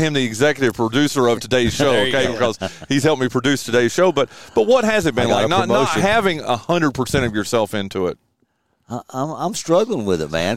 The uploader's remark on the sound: We're LIVE from the third annual Spring Fling presented by True Smoke BBQ. Which is being held at Chris Hatcher Estates on Fred Everett Road in La Grange.